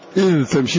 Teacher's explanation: فتدغم الذال في التاء إدغاما تاما بحيث لا يبقى شيء من هذه الذال، فتنطق بالتاء فقط التمشي التمشي.